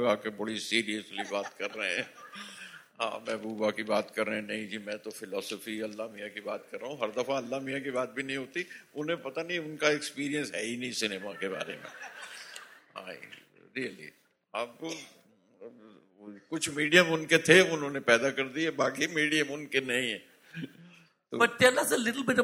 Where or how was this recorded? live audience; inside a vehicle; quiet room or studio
live audience